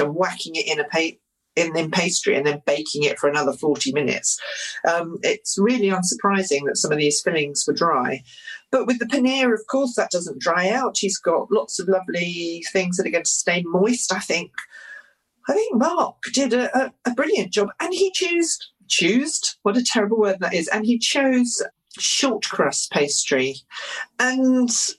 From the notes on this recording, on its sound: As we recorded this podcast remotely via Zoom.